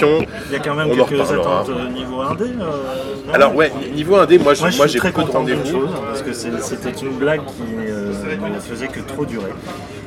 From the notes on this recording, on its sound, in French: Pré-Gamescom 2018 (enregistré dans le train).